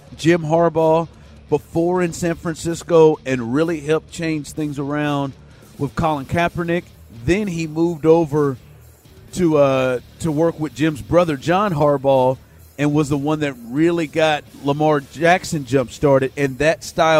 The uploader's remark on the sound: LIVE from Radio Row in Vegas